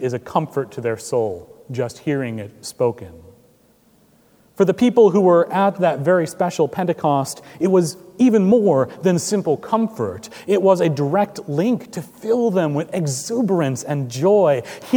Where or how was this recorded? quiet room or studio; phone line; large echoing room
large echoing room